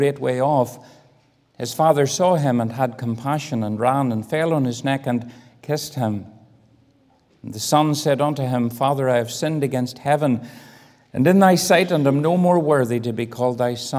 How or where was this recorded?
large echoing room